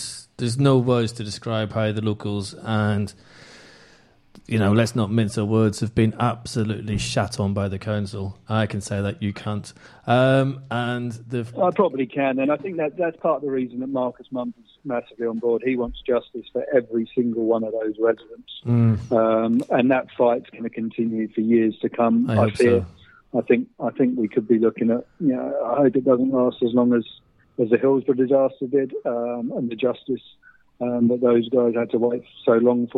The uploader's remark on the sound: On the phone. In the studio.